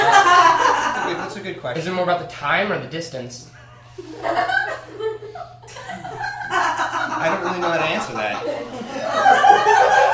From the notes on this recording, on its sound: Pity Applause performs live improv comedy every other Friday in Brooklyn, NY!